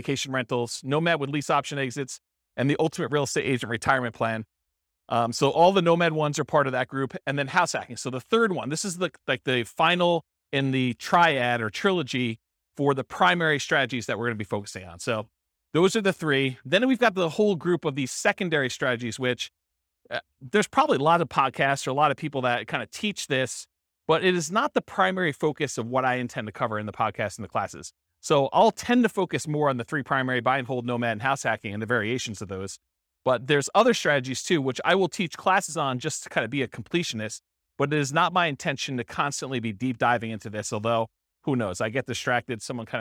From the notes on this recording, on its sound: This was a live class recorded